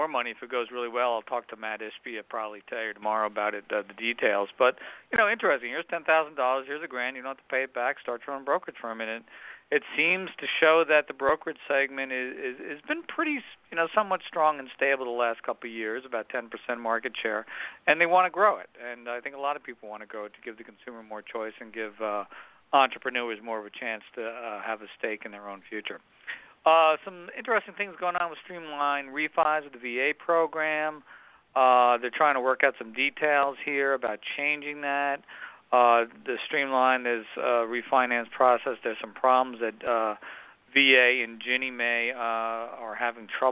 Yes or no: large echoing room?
no